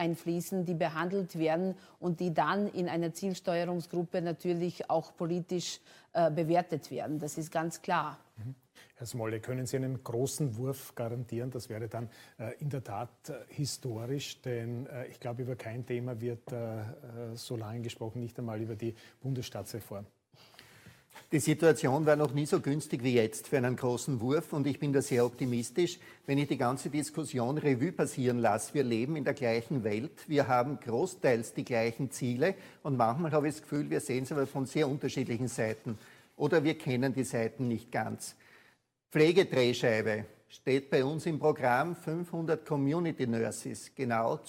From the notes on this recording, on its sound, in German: November 2020 im Dachfoyer der Wiener Hofburg aufgezeichnet.